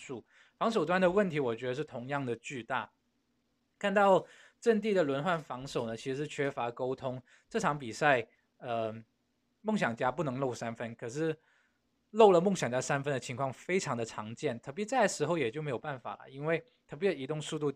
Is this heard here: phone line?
no